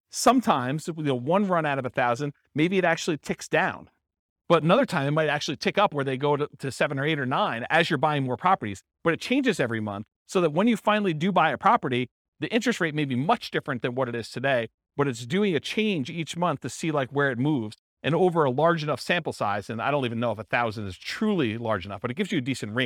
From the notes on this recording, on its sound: This was a live class recorded